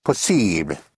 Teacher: with a light touch of the, hardly audible touch of the L, possible. But same spelling, same meaning, possible.